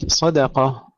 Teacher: ترقيق الدال بين الصاد والقاف مفخمين